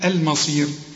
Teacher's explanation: لازم نرقق الميم، ما نقولش الما، هنقول المصير